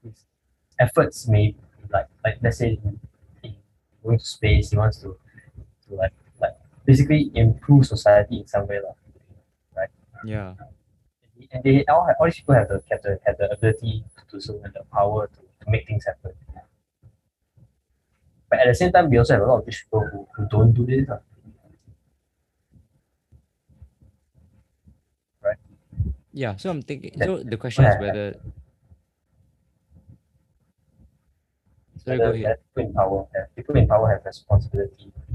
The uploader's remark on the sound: Sincere apologies for the poorer audio quality for this episode, we are still troubleshooting the issue!